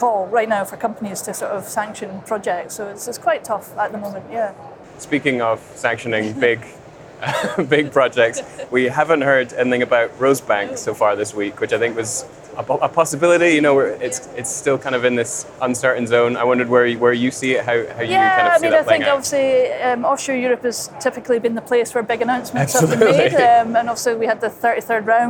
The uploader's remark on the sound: On the second day of the Offshore Europe Conference